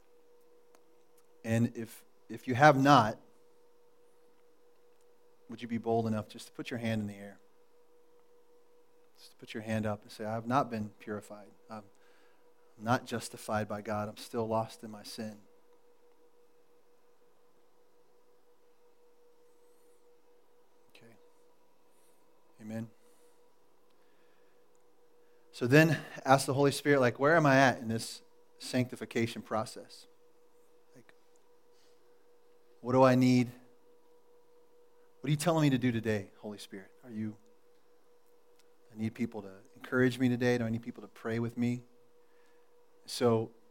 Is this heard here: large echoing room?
yes